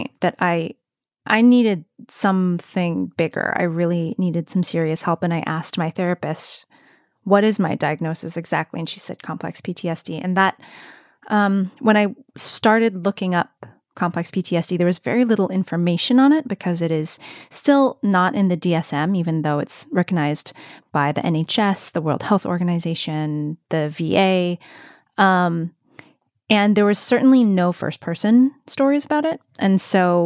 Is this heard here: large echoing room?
no